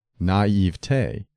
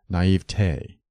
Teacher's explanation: It is acceptable to stress the middle syllable, naive te, but the weight of authority favors the primary accent of the final syllable · Shown in: second take · naive te, which should rhyme with day, never with t.